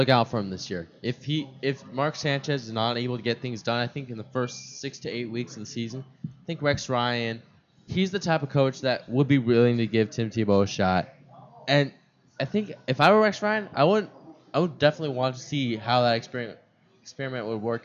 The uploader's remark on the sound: Microsoft Live Remote, Scottsdale Fashion Square. We recorded for VaKids and streamed live on kidstar.org.